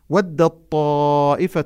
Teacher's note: ودت طائفة من أهل الكتاب لو يضلونكم، لاحظوا ودت طائفة، التاء أدغمت في الطاء بالإدغام المتجانس، لأن التاء والطاء يخرجان من موضع واحد من الحروف النطعية. ودت طائفة، إدغام تام يعني تنمحي التاء محوا كاملا